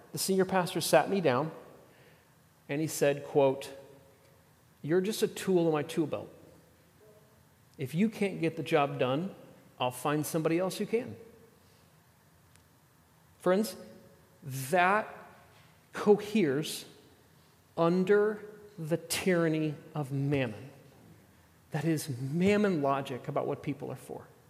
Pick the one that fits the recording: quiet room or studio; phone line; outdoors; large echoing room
large echoing room